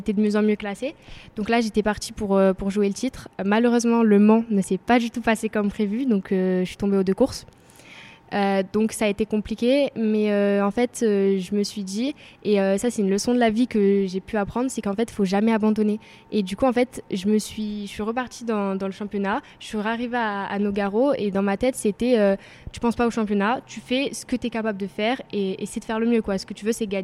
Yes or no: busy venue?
yes